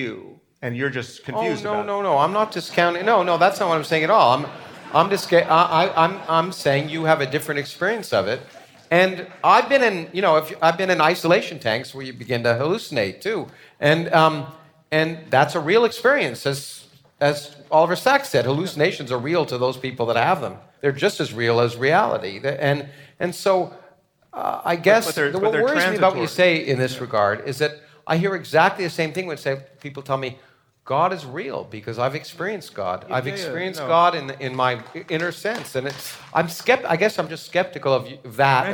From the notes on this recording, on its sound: This conversation was recorded at New York City Center